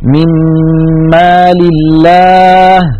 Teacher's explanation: ننتقل من الميم الأولى إلى الميم الثانية مشددة · Term: إدغام بغنة